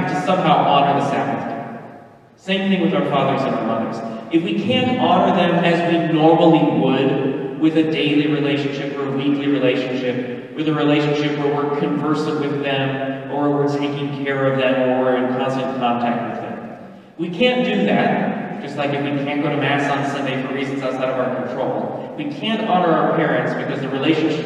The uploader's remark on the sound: Mass - better structure, worse sound quality.